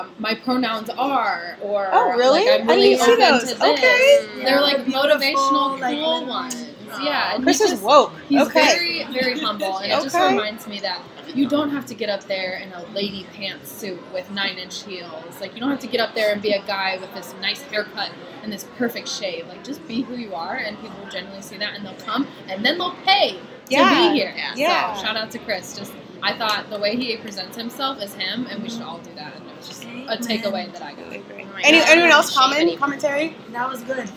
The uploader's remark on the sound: I had to take the opportunity to gather my new casting BFF’s and cast at the event… ordered a 1.75 of (QUALITY) tequila, a couple pizzas, and pressed record! The background noise is a character in itself and we have some special guests drop.